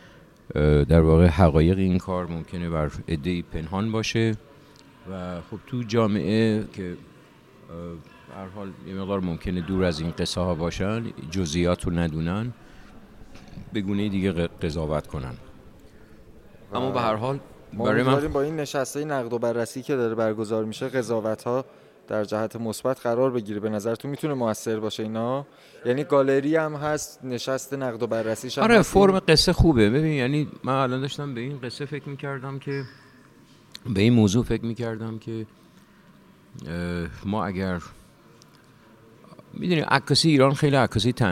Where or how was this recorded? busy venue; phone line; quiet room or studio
busy venue